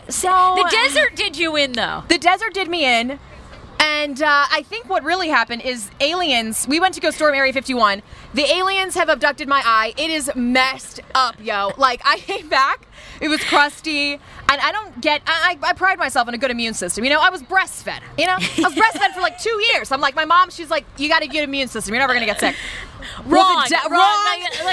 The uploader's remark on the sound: On Friday night we teamed up with our sponsor Park Potomac and did a live podcast in their courtyard!